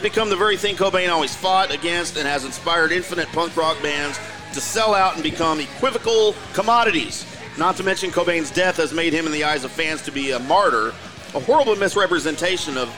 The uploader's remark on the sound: LIVE at Barrel & Bones in The Colony